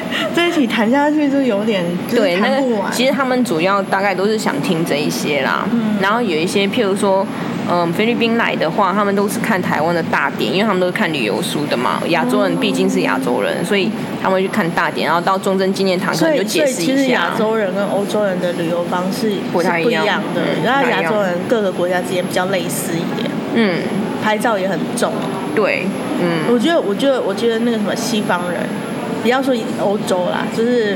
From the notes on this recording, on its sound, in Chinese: 這次錄音在「咖萃」咖啡店裡面錄製的，所以背景音會比較大聲一點，相對也自然啦。這是一家在台中永豐棧酒店旁邊的咖啡店。